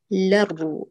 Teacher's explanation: الألف وهمزة الوصل وكذا اللام كلها ساقطة في النطق